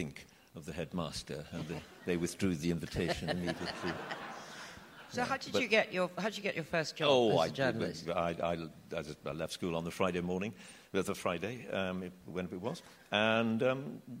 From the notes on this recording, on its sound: Recorded live at The Tabernacle in London.